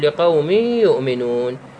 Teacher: تدغم النون مع الياء، تقول لقوم يؤمنون، وهكذا. · Term: إدغام